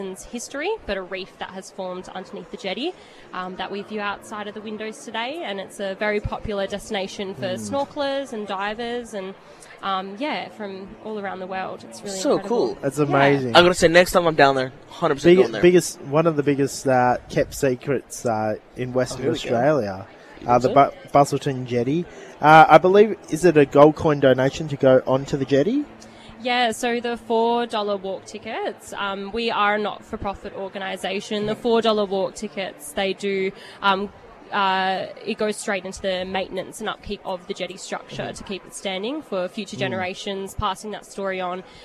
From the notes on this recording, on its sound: While we were at Skills West 2023